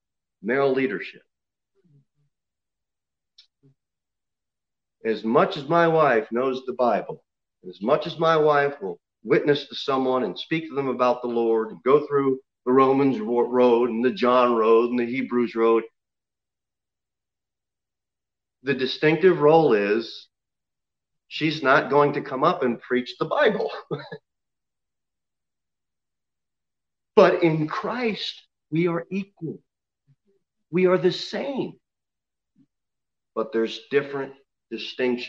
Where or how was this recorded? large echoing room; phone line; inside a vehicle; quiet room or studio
large echoing room